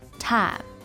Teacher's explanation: the I diphthong in time compresses into a single vowel sound